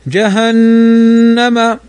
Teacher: نون فوقها الشدة فتغن بمقدار حركتين